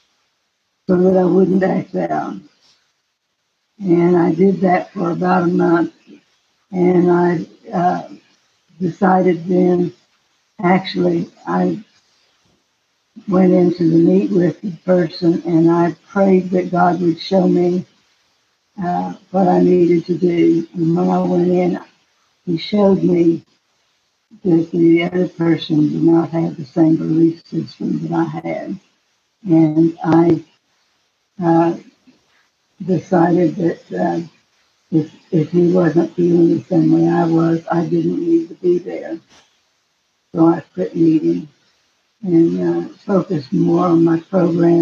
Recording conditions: video call